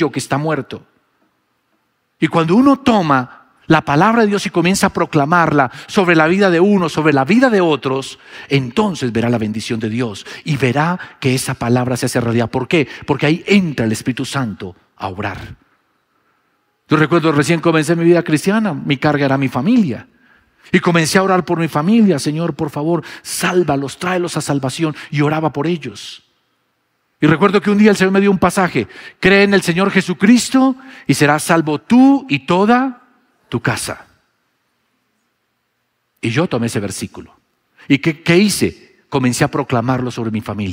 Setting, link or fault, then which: setting, large echoing room